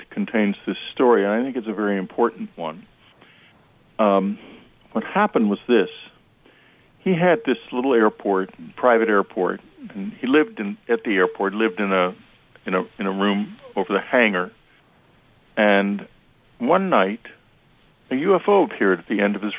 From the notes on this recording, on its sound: open phone lines for questions for listeners